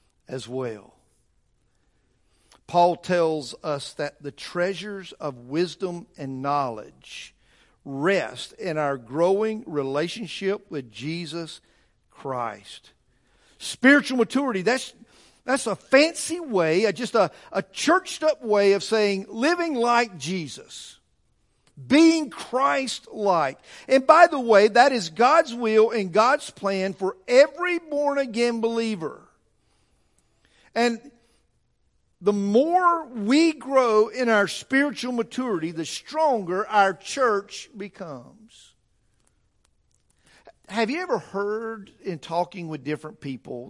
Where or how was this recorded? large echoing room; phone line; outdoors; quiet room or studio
large echoing room